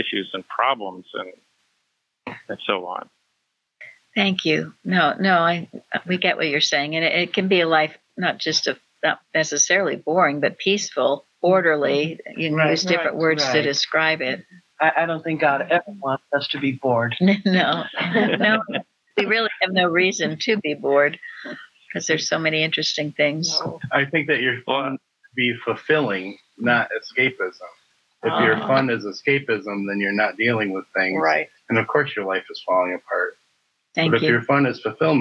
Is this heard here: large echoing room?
no